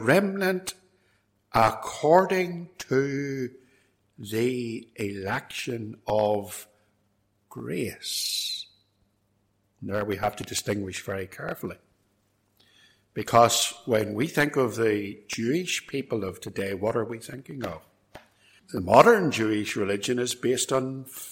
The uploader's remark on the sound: This sermon was recorded at Templepatrick Reformed Church and reproduced here with their kind permission.